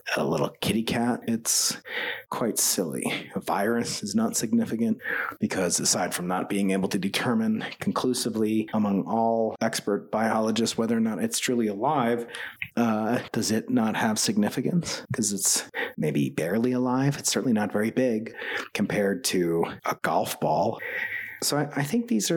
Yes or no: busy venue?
no